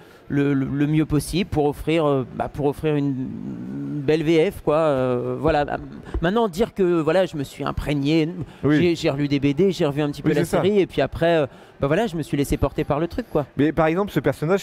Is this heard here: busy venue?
yes